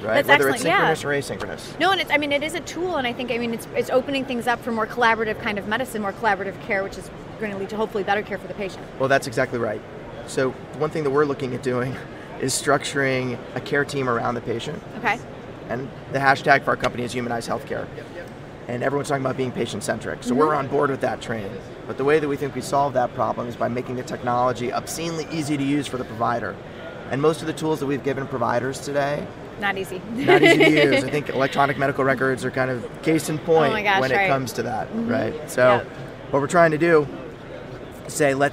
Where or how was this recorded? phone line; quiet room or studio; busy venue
busy venue